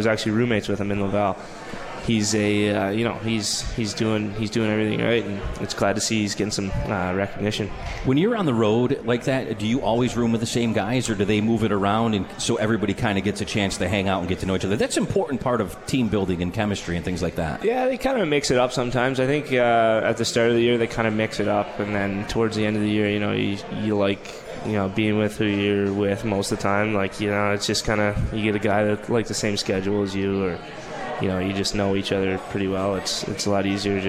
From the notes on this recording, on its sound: live from the 72 Tavern